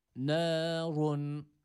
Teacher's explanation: Ra harfi burada kalın U sesiyle okuyoruz.